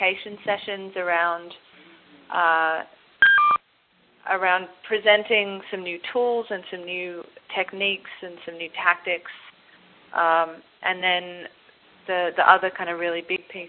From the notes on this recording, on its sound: Call recorded on November 3, 2010.